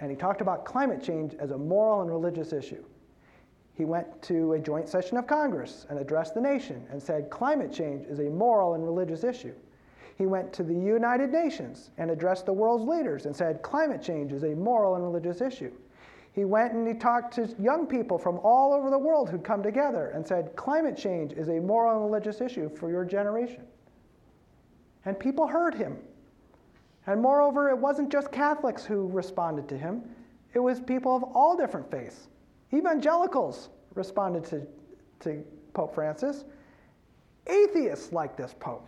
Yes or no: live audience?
yes